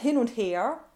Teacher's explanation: when we say hin und her, then we get the closed vowel